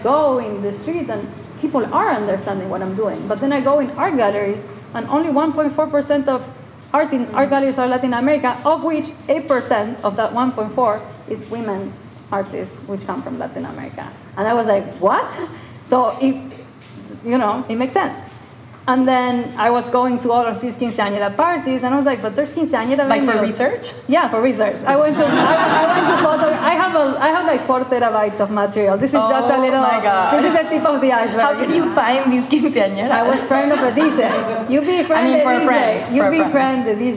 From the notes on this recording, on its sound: Currently on show at Faena Art Project Room in Miami, where this episode was recorded to a live audience.